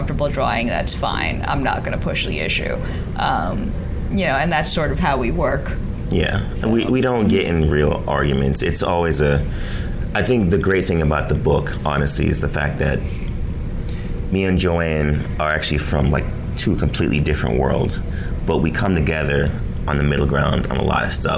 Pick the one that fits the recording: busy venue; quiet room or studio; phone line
busy venue